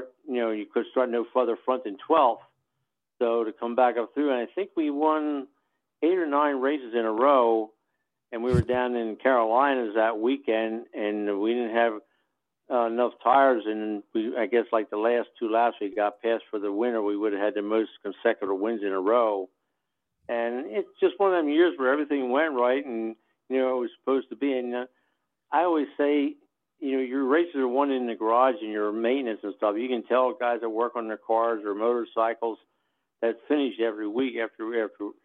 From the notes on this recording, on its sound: We had some technical difficulties with our guest, so we called up